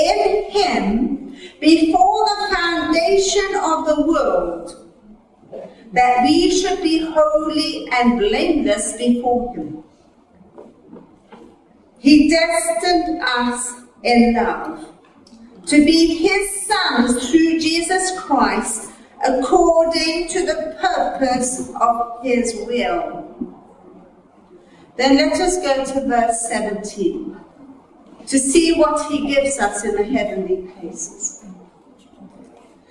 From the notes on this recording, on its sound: Recorded at a teaching meeting